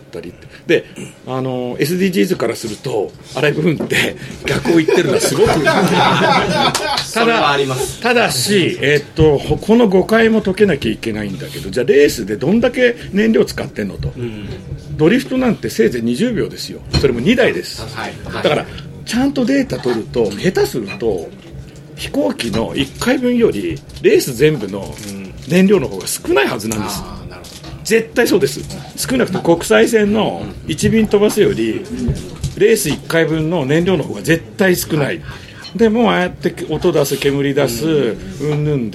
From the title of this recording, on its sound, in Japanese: アライブフーン再上映オフ会をライブ収録